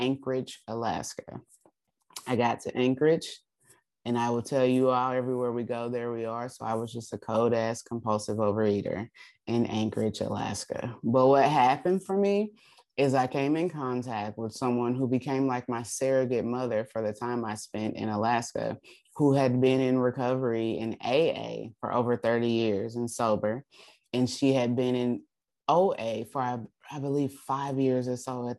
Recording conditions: video call